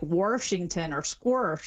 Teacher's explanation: an R sort of just stuck in the middle of places that never had one · Term: intrusive R